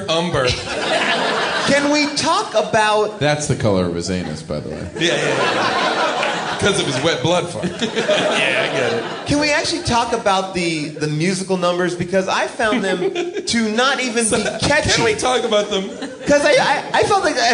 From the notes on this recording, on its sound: Recorded live at Largo in Los Angeles.